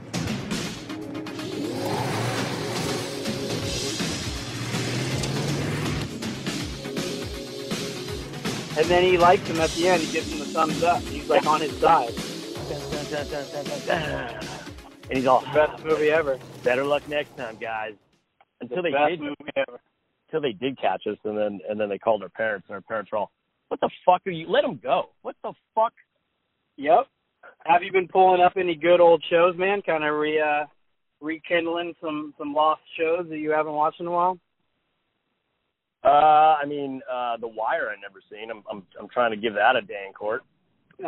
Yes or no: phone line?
yes